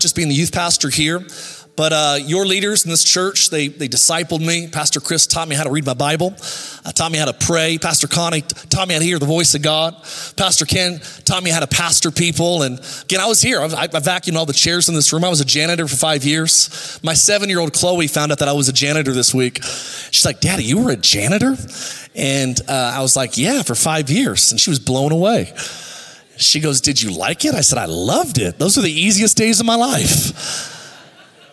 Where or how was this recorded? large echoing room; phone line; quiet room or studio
large echoing room